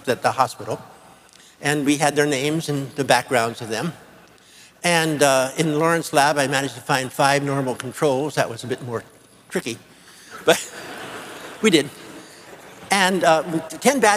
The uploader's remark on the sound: Future of the Brain Symposium Lecture 2005